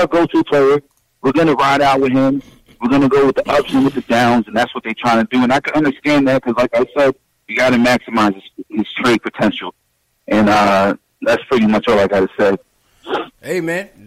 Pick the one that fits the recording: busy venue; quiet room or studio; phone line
phone line